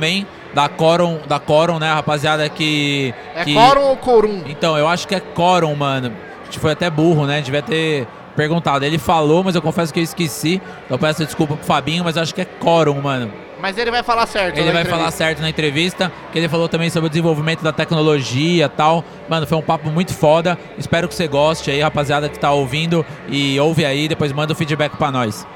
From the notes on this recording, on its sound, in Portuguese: Gravados diretamente da III Mogi Expo Tattoo, o maior evento de tatuagens e piercings do Alto Tietê.